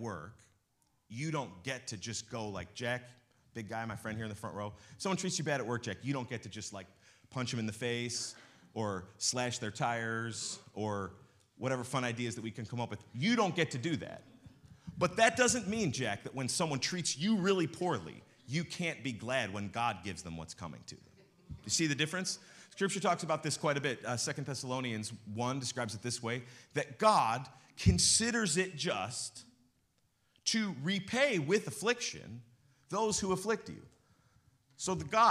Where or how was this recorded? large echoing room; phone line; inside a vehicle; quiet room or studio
large echoing room